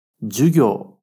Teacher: Só a segunda sílaba que prolonga.